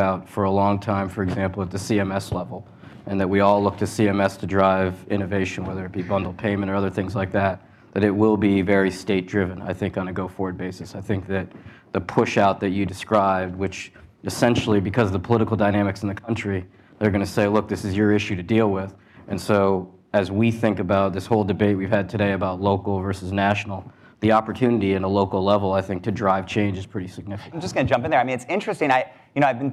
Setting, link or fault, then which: setting, live audience